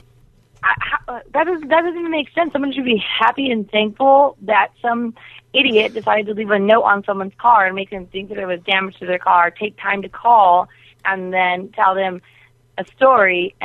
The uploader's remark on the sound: Prank Phone Calls